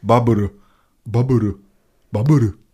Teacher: dieses R im Japanischen, wir wissen es alle, irgendwo zwischen R und L liegt und die Üs eigentlich nach dem Konsonanten kaum gesprochen werden.